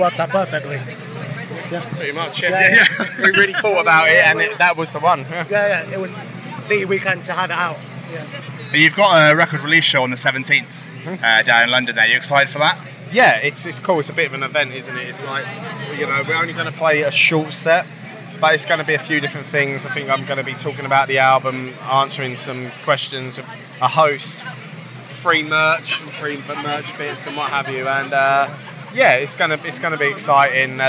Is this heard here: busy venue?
yes